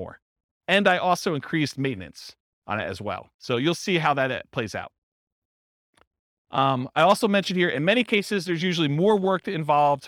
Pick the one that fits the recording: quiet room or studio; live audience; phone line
live audience